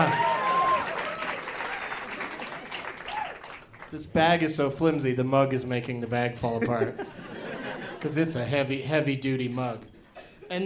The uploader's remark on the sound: Live from Comedy Works in Denver, CO